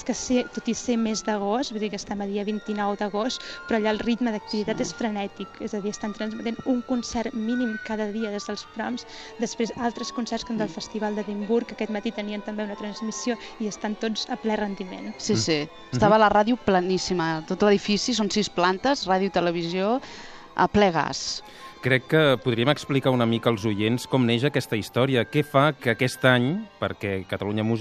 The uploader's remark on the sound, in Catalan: en directe des del Royal Albert Hall